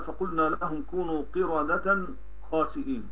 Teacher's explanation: أبو جعفر قرأه بالإخفاء، إخفاء التنوين عند الخاء، لأن الخاء عند أبي جعفر حلقية مخرجا لسانية صفة، أعطاها الإخفاء لأنها لما اقتربت من القاف من مخرج القاف والكاف حروف اللسان أعطاها صفة القاف والكاف وهي الإخفاء.